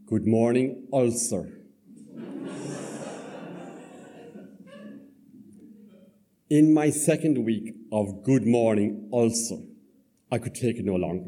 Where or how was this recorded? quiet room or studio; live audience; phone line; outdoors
live audience